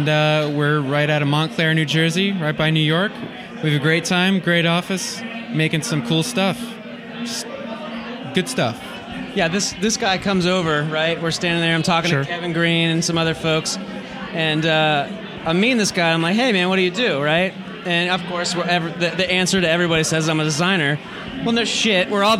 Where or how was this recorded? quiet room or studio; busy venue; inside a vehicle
busy venue